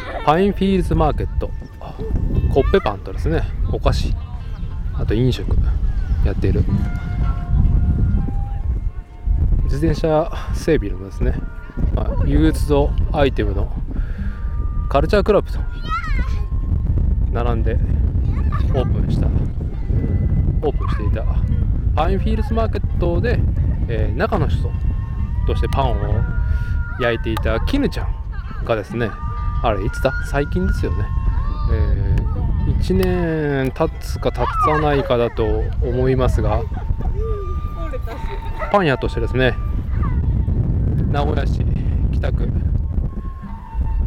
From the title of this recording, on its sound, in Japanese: 屋外収録